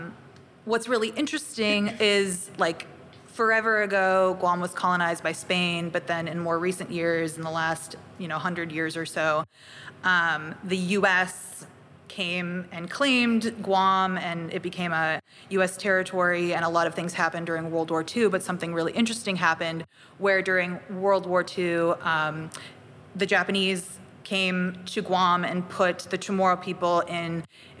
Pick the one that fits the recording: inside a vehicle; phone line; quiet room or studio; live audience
live audience